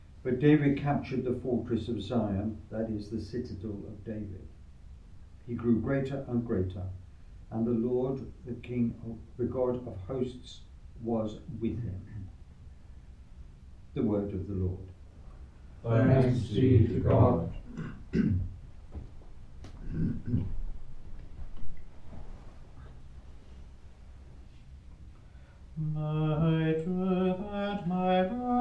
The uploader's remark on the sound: Recorded live at Southgate House on 22 January 2024.